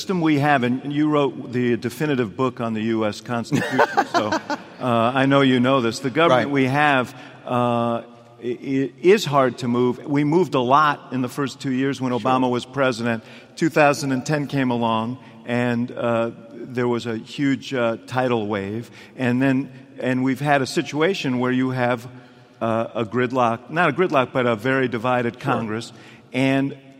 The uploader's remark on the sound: in Rockefeller Chapel at the University of Chicago